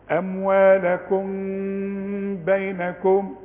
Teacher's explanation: كل ميم تلاقيها بدون تشكيل هيجي بعدها باء، يحصل لها إخفاء شفوي بالشفايف، إخفاء شفوي بغنة. نقول أموالكم بينكم، ما قلش أموالكم، وأقفل شفايفي.